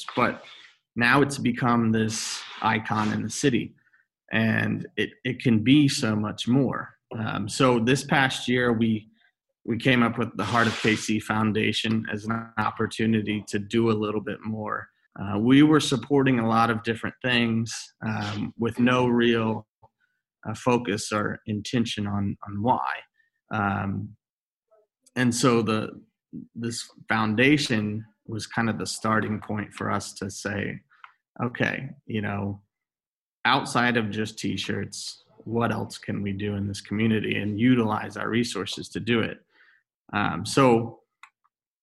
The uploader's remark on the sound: on Zoom